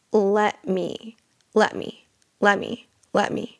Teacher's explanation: So you won't actually hear me say the T. That's a whole nother lesson in and of itself, the T stop.